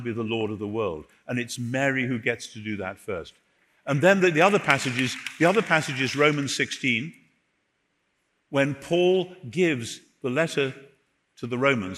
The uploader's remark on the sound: On-stage interview. Recorded at Rock Church, San Diego in 2019.